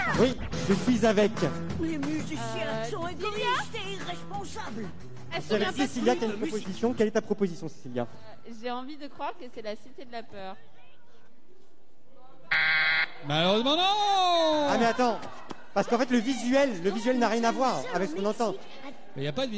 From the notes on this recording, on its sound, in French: Emission Live "Marché de Léon". En direct du Marché de Léon.